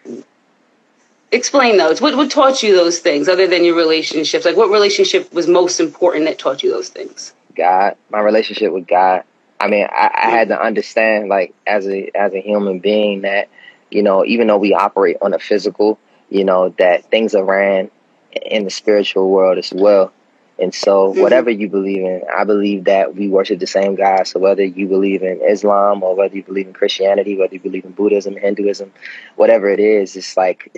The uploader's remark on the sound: a special Instagram Live #WFH edition